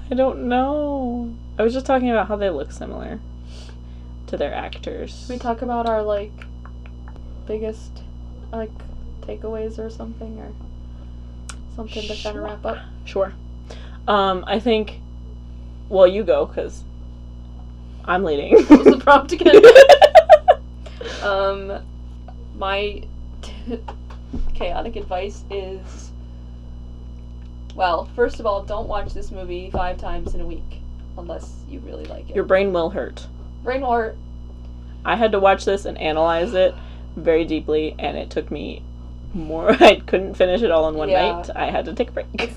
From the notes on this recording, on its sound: Apologies for the 30 seconds of silence at 10:27 and the mic buzzing in general - we're still figuring this out!